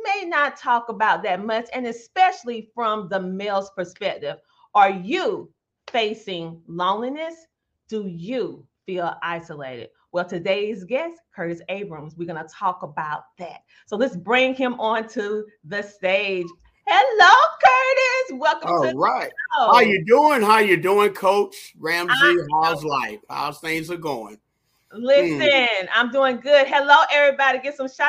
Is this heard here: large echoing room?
no